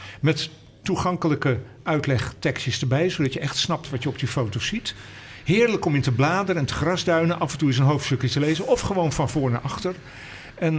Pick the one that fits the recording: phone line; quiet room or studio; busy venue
busy venue